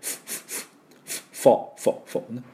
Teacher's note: 近いので、でも音がですね、分析しますと、まあスペルが PHO、これ F の音ですね。PH はね、で F の音をしっかりね、唇を軽く前の歯に当てて